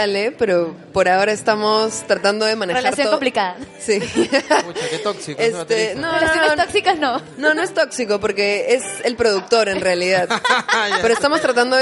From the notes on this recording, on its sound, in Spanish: Este episodio fue el sueño hecho realidad de crear un podcast-concierto que quedará marcado por ser el primero en grabarse en Perú.